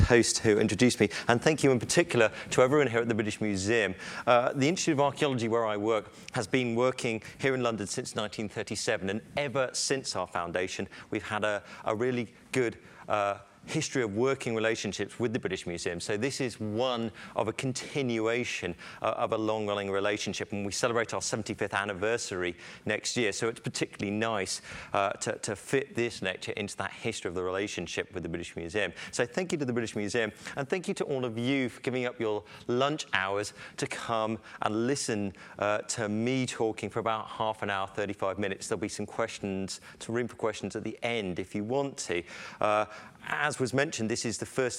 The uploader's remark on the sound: Lunch Hour Lecture on tour at the British Museum